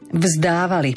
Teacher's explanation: Pozor, aby sme povedali predponu V, pretože ináč by bolo zdávali. A vieme sami, že slovo zdávať znamená niečo úplne iné ako vzdávať.